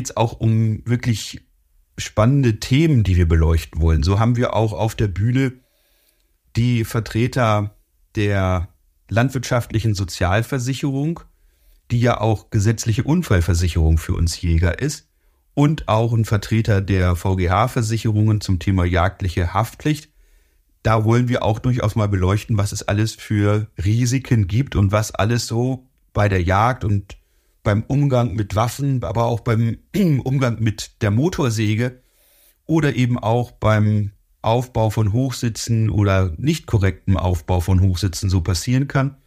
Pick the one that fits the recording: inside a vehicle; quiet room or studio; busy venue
quiet room or studio